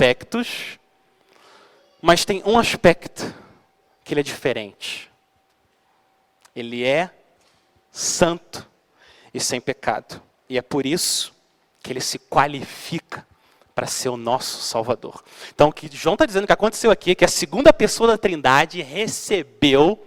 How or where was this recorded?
large echoing room